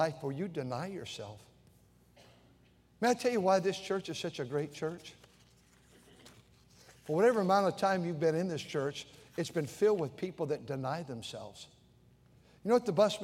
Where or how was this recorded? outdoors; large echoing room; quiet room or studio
large echoing room